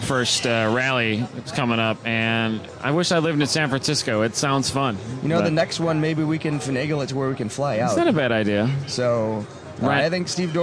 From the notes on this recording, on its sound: We are live from our Karting night at K1 Speed in Addison, IL. Recorded around 1am.